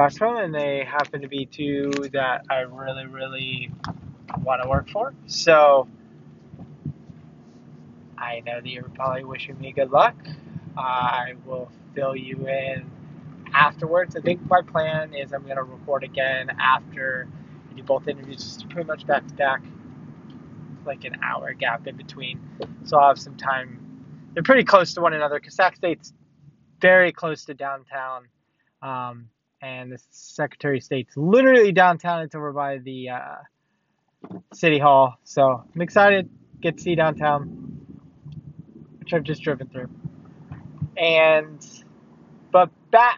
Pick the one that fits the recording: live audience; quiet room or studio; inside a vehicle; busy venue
inside a vehicle